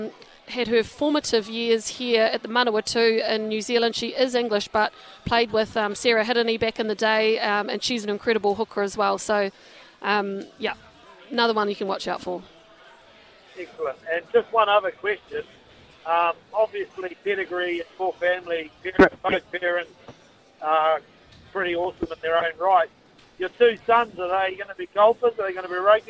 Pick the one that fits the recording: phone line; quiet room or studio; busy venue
busy venue